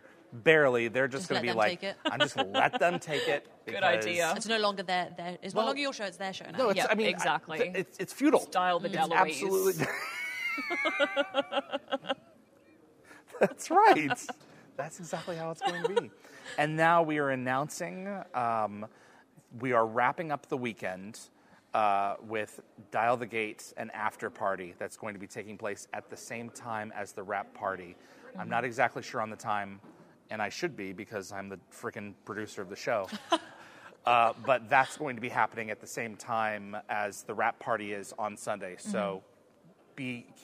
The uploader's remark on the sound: Dial the Gatecon. Please note, as this was a LIVE, on-site event, this episode is not optimized for an audio podcast. LIVE on the Gatecon convention floor!